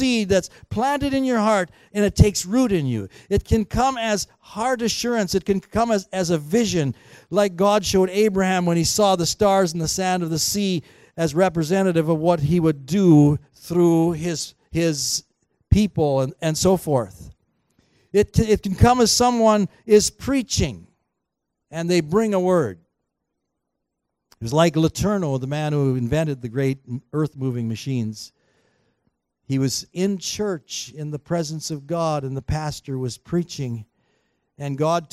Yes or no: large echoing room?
yes